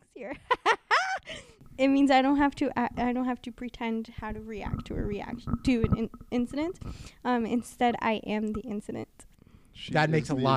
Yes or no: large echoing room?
no